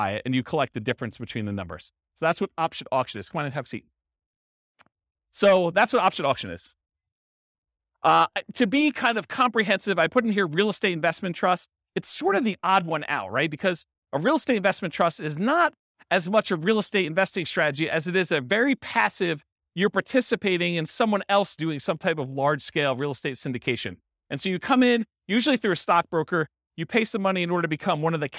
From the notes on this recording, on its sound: This was a live class recorded. St Paul, Minnesota.